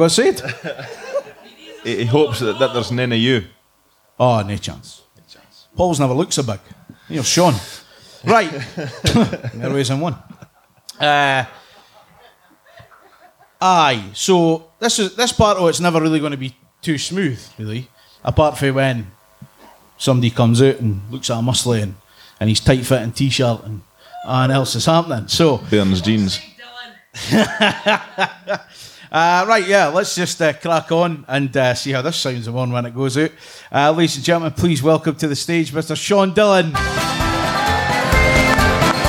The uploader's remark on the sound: LIVE from The Little Theatre.